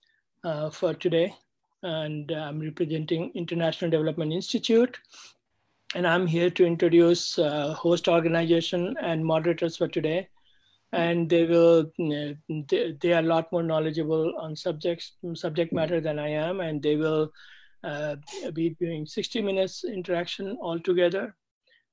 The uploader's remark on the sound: IMPRI International Webinar